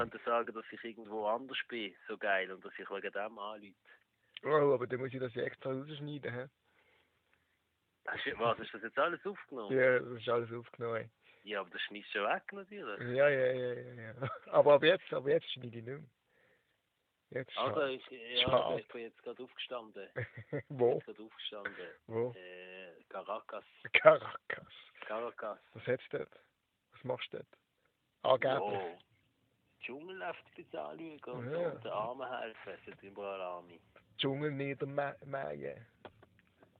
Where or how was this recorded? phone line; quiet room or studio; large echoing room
phone line